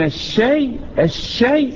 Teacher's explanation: الصوت ده اللي هو اسمه شنشنة اللي هو التفشي انتشار الريح